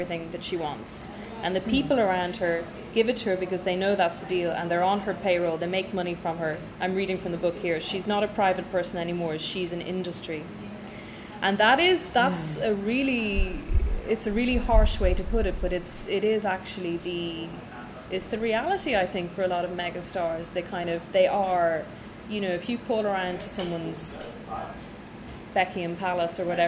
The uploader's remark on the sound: Staff at Fleet River Bakery in London who graciously turned off the background music in their cafe for an hour while I recorded our chat. Staff at Fleet River Bakery in London who graciously turned off the background music in their cafe for an hour while I recorded our chat.